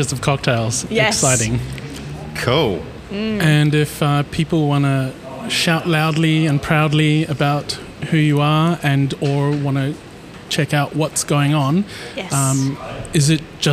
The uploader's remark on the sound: Go on location for the first time, to the new ParQ Bar in East Vic Park and chat to the venue manager. Proudly recorded on Whadjuk Noongar Budja.